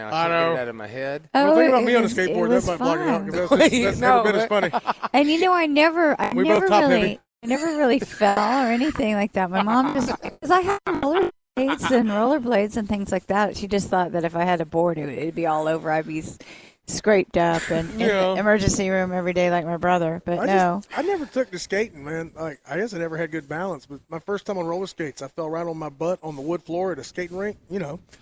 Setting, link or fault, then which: setting, busy venue